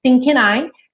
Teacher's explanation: N, que é consoante, liga com vogal. Início da próxima palavra, normal.